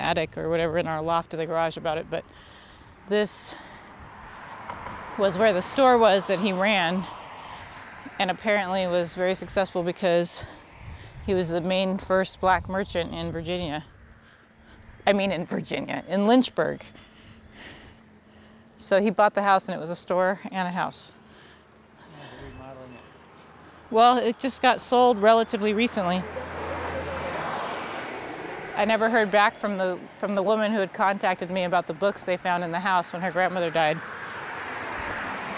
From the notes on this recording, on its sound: I recorded it on the first morning of my first Traveling My Roots trip last month. What you’ll hear is raw, mostly unedited audio of me and my husband walking in Lynchburg, Virginia. We start on centrally located 5th street (one of the main Black business areas during segregation), then make our way towards 3rd & Federal Street where my adoptive dad’s childhood home still stands.